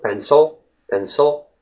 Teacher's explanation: The word pencil, the letter I actually becomes the schwa sound